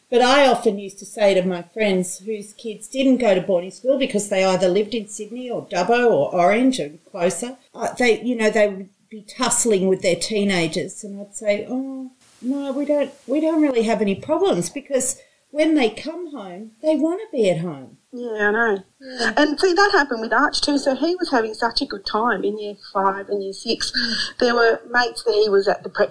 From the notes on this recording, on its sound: we did have a few problems with sound